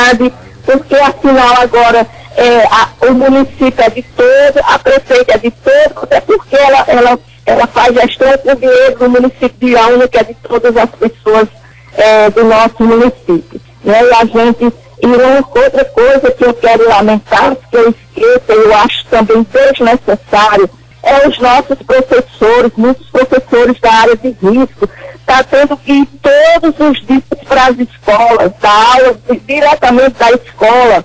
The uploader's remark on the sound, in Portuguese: Participou por telefone no programa Comando Geral.